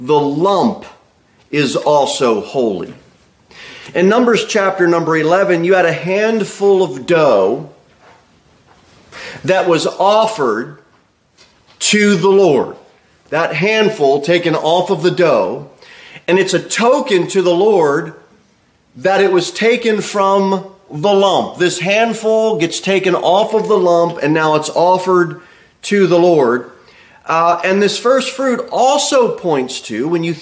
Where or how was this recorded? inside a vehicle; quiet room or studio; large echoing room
large echoing room